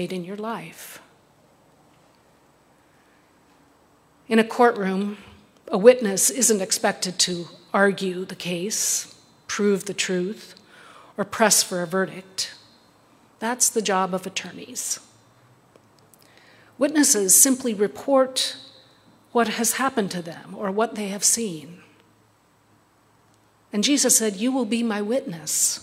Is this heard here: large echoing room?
yes